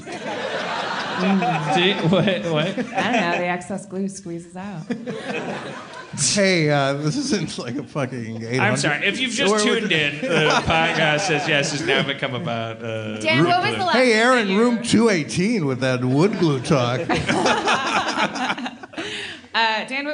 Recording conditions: live audience